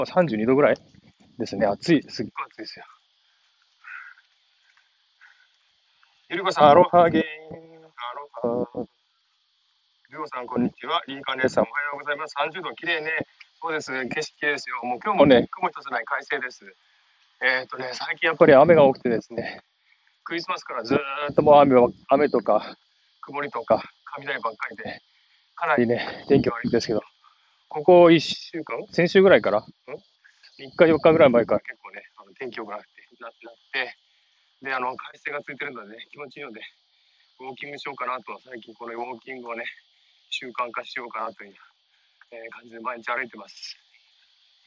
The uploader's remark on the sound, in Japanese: ウォーキングライブ。シドニー #オーストラリア #ウォーキング。